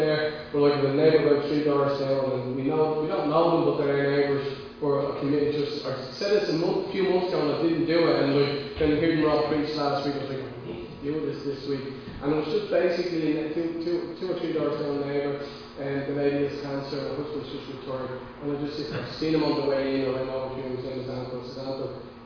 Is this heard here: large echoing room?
yes